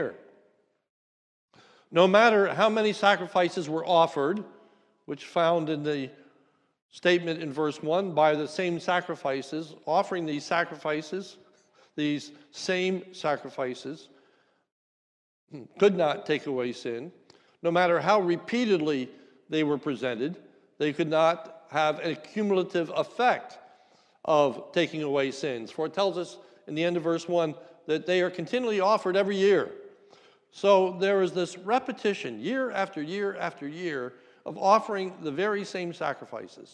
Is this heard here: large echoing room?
yes